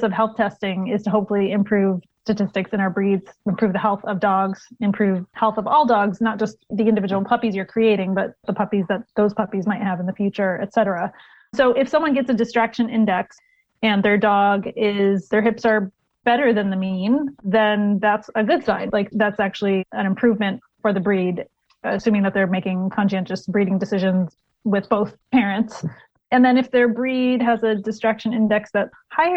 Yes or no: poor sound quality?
no